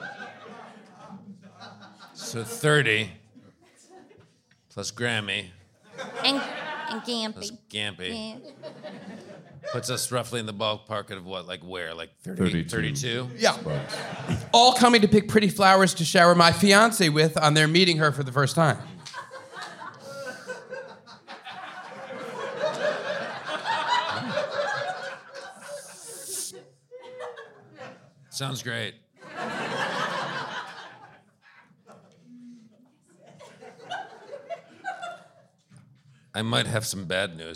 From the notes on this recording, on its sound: LIVE! Sparks Nevada, Marshal on Mars. SF Sketchfest 2020.